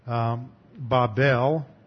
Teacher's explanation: I'm pronouncing it with the Hebrew pronunciation, Babel, with the emphasis on the second syllable. Babel or Bavel, this is a hard B, this is a soft B, so it's sometimes pronounced like a V, Bavel.